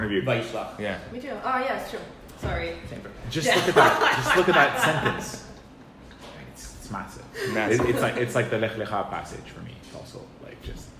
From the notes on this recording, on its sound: Recorded Live at Rohr Chabad NDG in Montreal, Canada on May 30, 2018